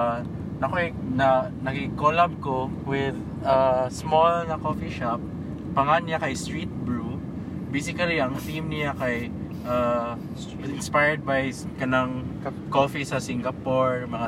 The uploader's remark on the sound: Content Creator talks in a car #3 (Carcast)